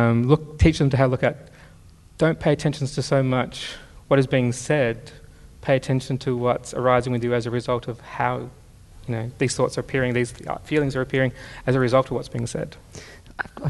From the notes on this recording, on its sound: PsychTalks Event. Thanks also to our event partner, Melbourne Knowledge Week. This podcast was recorded on Tuesday the 21st May at Hoyts Melbourne Central.